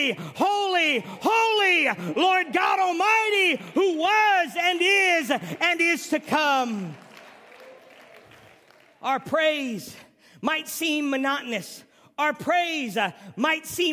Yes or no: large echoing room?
yes